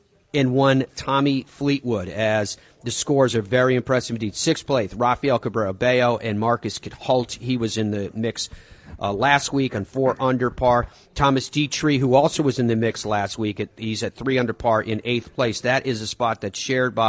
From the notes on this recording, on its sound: Broadcasts live from the beautiful Sea Island resort and the RSM Classic.